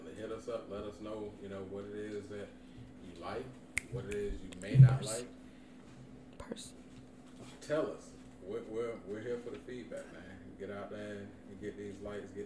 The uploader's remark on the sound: in the mist of our technical difficulties